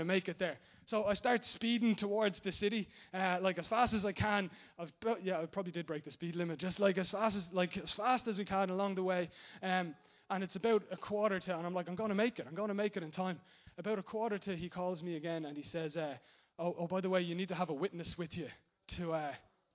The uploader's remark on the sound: Recorded live in Liberty Church on 12th May 2019